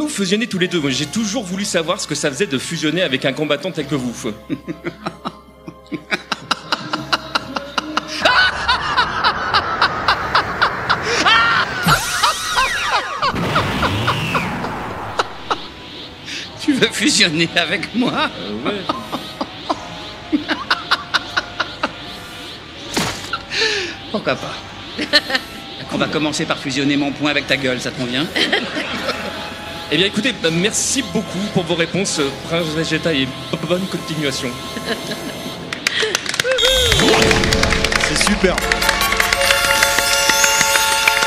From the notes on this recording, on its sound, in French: Enregistrement en public du podcast de LevelMax pendant les Games'N co days à Arpajon le 8 avril 2018.